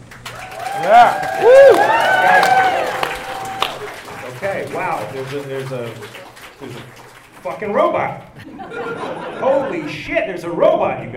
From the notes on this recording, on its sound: Live From L.A. Comic Con. Here’s the audio from last December’s Los Angeles Comic Con panel.